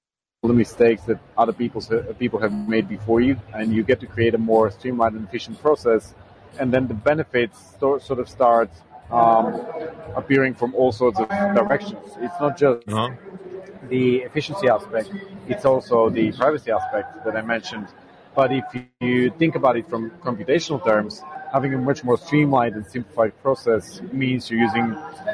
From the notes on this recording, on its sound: At Collision Conference 2022